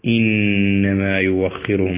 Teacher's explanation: نون مشددة الغنة بمقدار حركتين